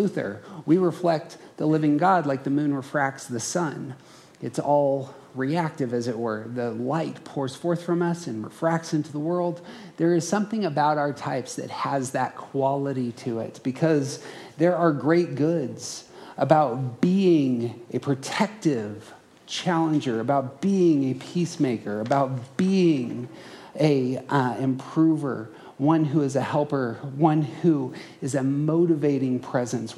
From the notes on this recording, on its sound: Around the Circle hosted a conference. This audio is a live recording from that conference.